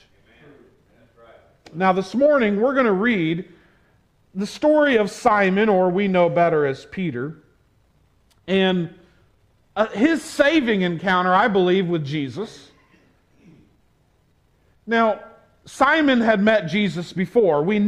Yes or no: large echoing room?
yes